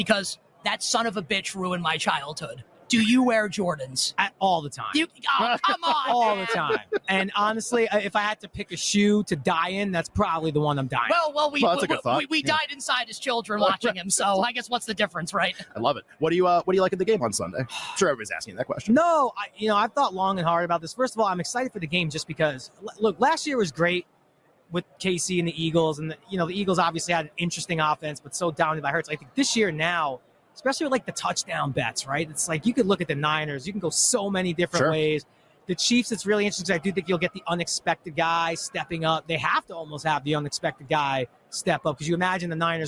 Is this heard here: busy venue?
yes